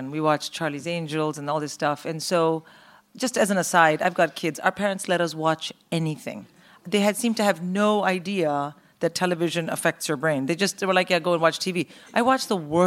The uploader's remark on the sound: In Conversation recorded at Kings Place back in May